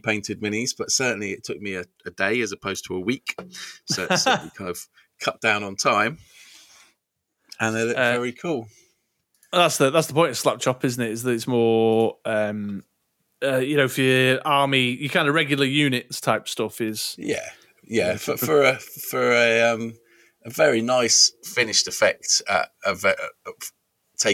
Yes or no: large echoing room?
no